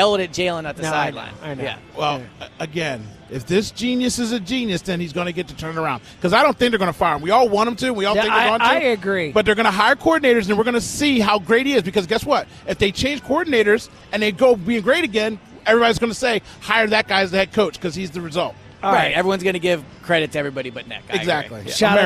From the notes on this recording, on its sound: BetParx Radio: Divisional Round Picks Live At Parx Casino.